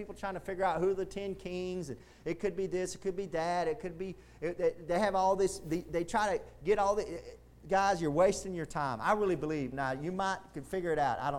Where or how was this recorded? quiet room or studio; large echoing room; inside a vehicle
large echoing room